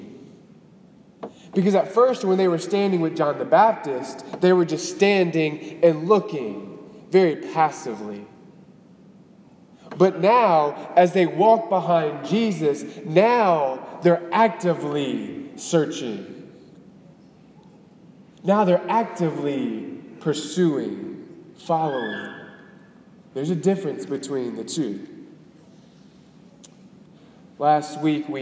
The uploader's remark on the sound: Delivered on January 14, 2018 at the Cathedral of the Nativity of the Blessed Virgin Mary in Biloxi, MS